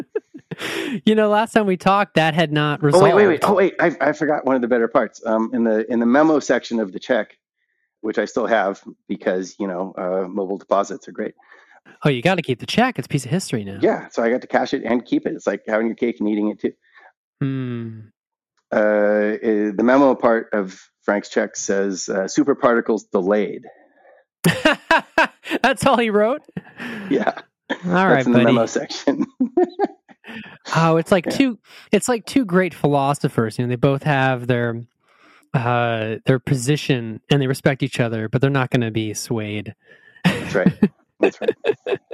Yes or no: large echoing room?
no